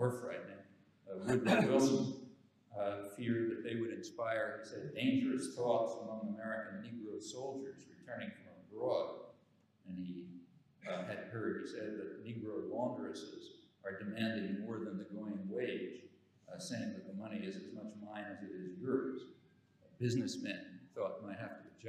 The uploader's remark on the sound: the keynote address at the Self-Determination and Power Conference in Glasgow, Scotland.